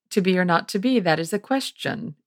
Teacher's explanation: To be or not to be, that is the quest? Like, question in English just ends on an unstressed syllable.